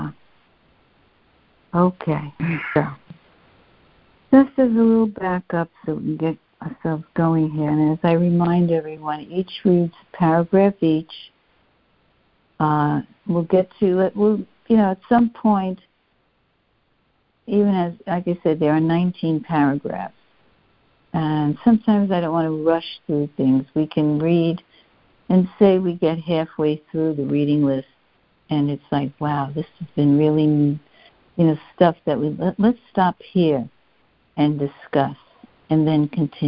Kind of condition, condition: link, phone line